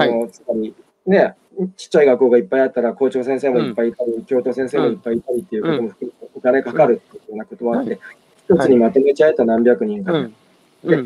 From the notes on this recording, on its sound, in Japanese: 歩きながら1時間、対談する